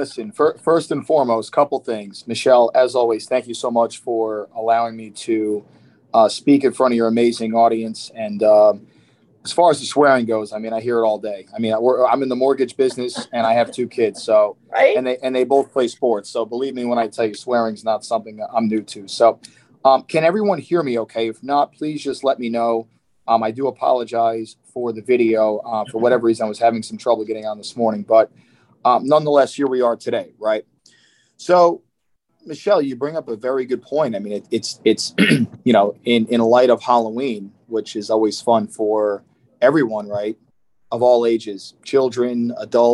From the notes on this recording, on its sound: in this weeks Zoom call!